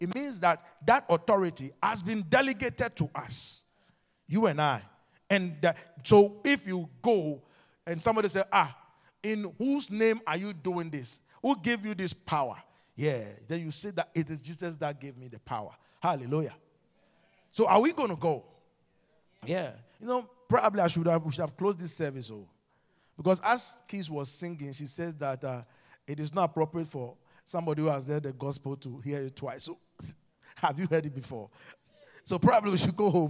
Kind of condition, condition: setting, large echoing room